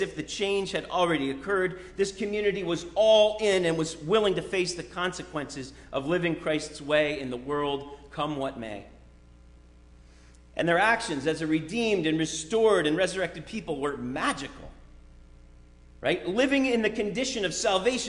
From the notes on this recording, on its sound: Sermon preached at RCHP